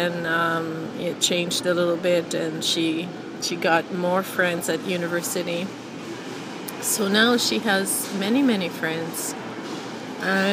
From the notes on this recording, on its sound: I think I was at the grocery store when I recorded this. I don't usually like recording in public but it's so loud there that I didn't feel too obvious recording in my phone.